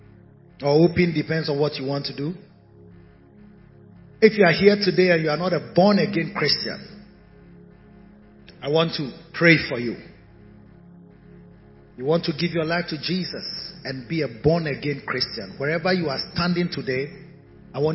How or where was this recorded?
large echoing room